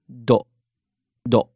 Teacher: Now, use the standard do tongue position, front of your mouth, the roof, and give it a nice D thump, but not as big as if you were saying an English D. Your D thump should be something like a mix between do and toe.